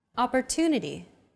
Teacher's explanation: The stressed syllable to in opportunity is deemed more important, so it's pronounced longer than all other syllables